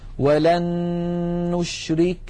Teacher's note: نريد مثالا على النون، ولن نشرك. لاحظوا بأن النون الأولى قد صارت مع النون الثانية نونا واحدة مشددة